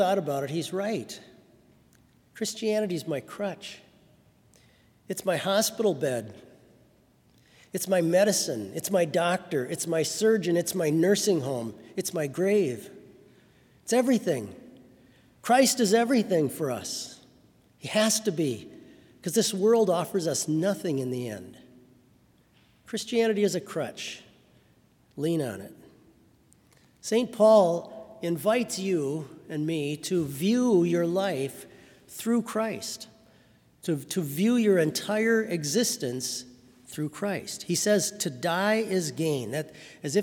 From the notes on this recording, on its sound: Sermon from BLC Chapel.